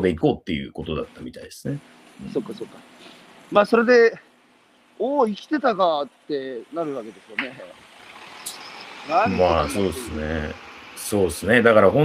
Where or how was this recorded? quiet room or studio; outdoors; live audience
outdoors